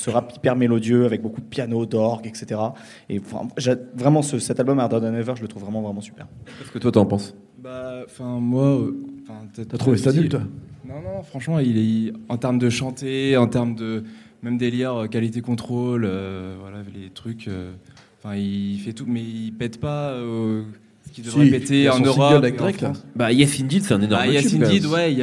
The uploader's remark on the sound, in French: Enregistré le 19 juillet 2018 à Le Sucre (50 quai Rambaud, 69002 Lyon)